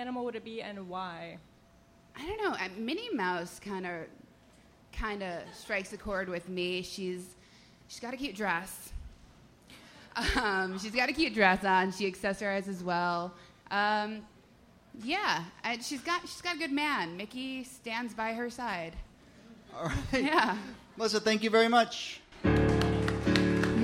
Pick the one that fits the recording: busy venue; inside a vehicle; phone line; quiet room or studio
busy venue